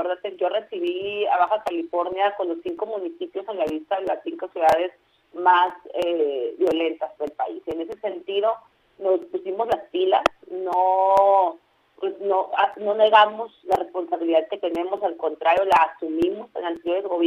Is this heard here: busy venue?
no